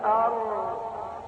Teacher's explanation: الراء هتعلو فوق مقلوب لأعلى، أر يقلب اللسان لأعلى مع الراء فوق النون